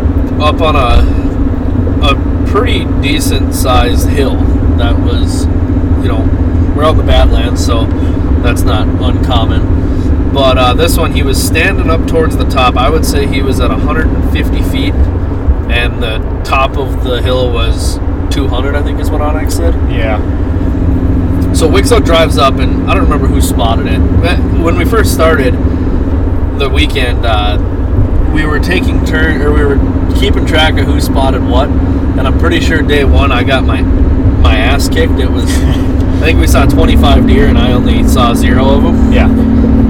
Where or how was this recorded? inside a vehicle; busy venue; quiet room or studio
inside a vehicle